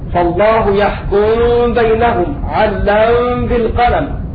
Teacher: ولم تضغم الميم في الباء لأن الميم إذا سكنت مع الباء صارت إخفاء شفويا